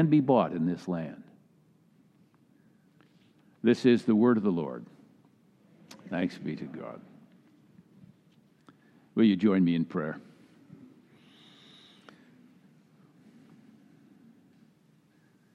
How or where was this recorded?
large echoing room